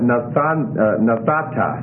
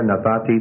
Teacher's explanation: Instead of nathanta, like you might have expected, the nun gets assimilated into the tau, and we have nathata · Term: assimilation